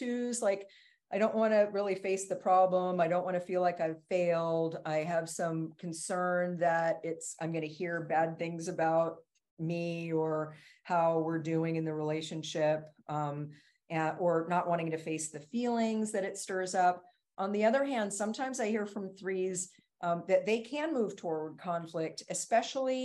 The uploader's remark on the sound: This episode is a sample recording from a LIVE webinar that is exclusively for CP Online members.